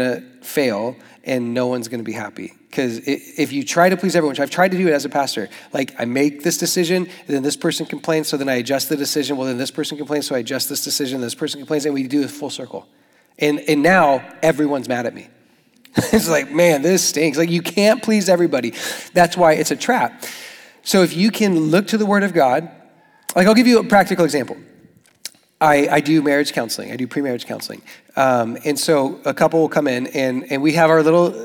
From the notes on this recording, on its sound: Young Adults Retreat: SFYA 24. South Florida Young Adults Conference 2024 workshop.